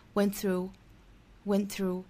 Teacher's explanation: 尾部的这个 t 的音我们略掉